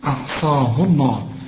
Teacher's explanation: ما دام الهاء مضمومه يبقى لفظ الجلاله هنا مفخم